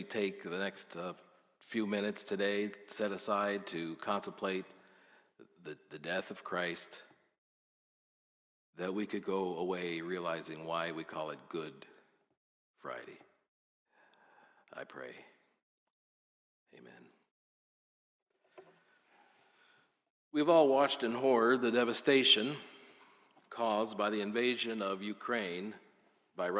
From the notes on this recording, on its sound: This is a sermon recorded at the Lebanon Bible Fellowship Church in Lebanon, PA on 04/15/2022 during the Good Friday Service. Five guest pastors associated with the Lebanon Bible Fellowship Church spoke.